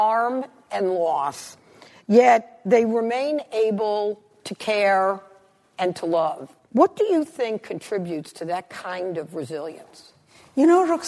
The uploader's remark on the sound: at a live event hosted by RJ Julia